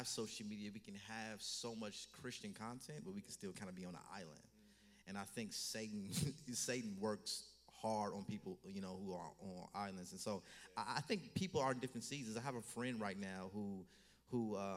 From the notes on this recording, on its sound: Stand Firm Tour Toronto Live Show